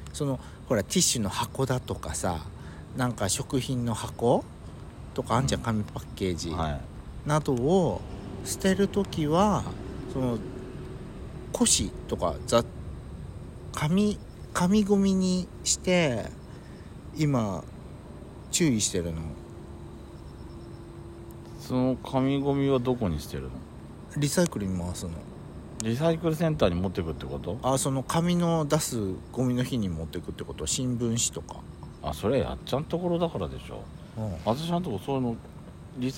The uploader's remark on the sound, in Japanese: 秋の夜長、無人のサービスエリアにて。ロケ収録。